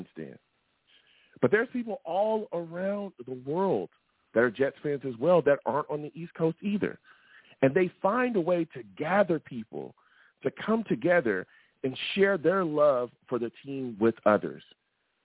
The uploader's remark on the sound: I take live callers!